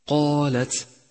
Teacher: فالقاف مفخمة بأعلى مراتب التفخيم لأنها مفتوحة وبعدها ألف، والألف التي بعدها تتبعها في التفخيم، واللام بعدها مرققة